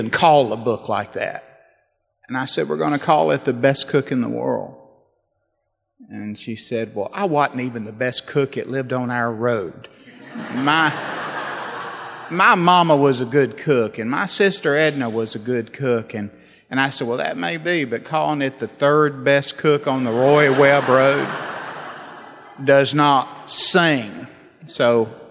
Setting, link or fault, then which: setting, live audience